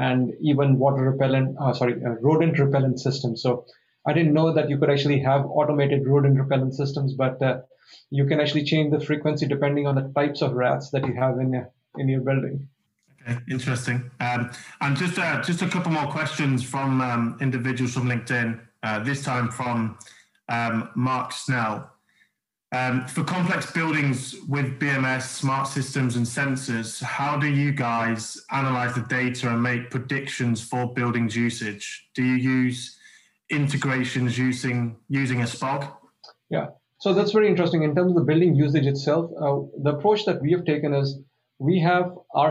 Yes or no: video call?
yes